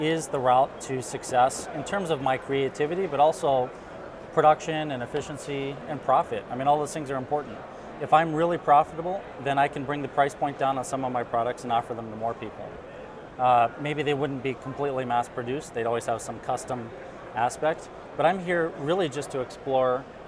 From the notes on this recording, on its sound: We are coming to you live from IMTS 2016! Our IMTS TV studio.